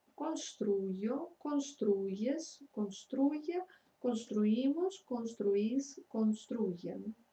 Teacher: То есть в лице я, ты, он, они, то есть можно услышать ютированный звук